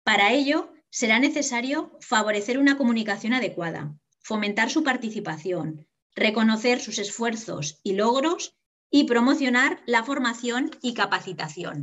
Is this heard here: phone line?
no